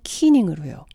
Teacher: 여기서 C는 CH 사운드로 변하지 않고 오리지널 사운드인 K 사운드를 유지했습니다. 튜닝이 아닌 키닝으로요.